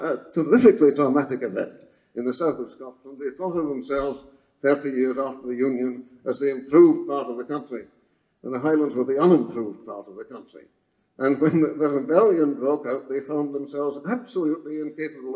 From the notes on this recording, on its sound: The keynote address at the Self-Determination and Power Conference in Glasgow, Scotland. The Self-Determination and Power Conference was organized by an alliance of the Free University of Glasgow, the Edinburgh Review.